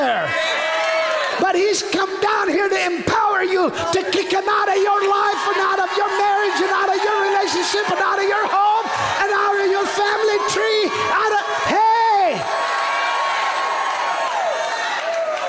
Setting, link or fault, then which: setting, large echoing room